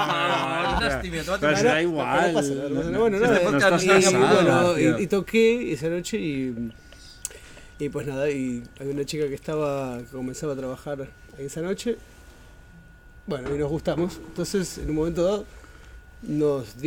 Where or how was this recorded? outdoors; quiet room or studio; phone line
outdoors